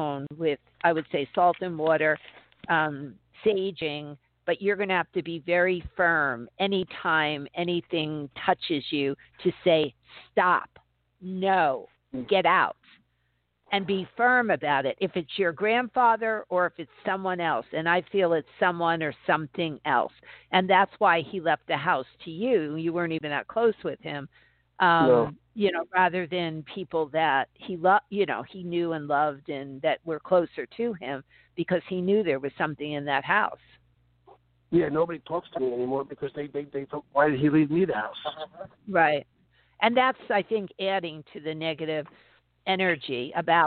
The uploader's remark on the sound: interacts with callers